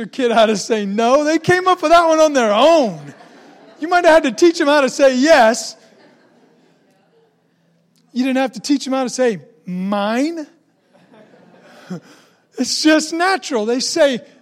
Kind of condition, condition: setting, large echoing room